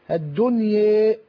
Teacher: الإمالة الكبرى هي النحو بالألف أو النطق بالألف يعني كأنه ياء أو نحو الياء